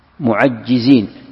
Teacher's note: معجزين، القراءة معجزين بالتشديد، فيها ثلاث قراءات، معجزين، معجزين، معاجزين، والقراءة التي أثبتها المؤلف بتشديد الجيم، معجزين، معجزين بتشديد الجيم، معجزين، وهي قراءة مثل ما ذكرنا أبي عمرو البصري وابن كثير المكي.